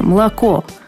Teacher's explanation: Ну, примерно первый гласный мы должны практически съесть. Молоко. А последний уже открыть.